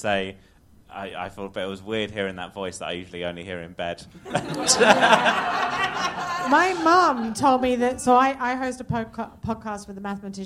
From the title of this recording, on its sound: Live at London Podcast Festival